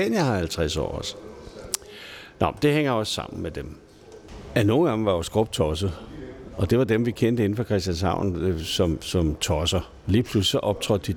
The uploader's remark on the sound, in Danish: Optaget på Fingerbøllet, Christianshavn.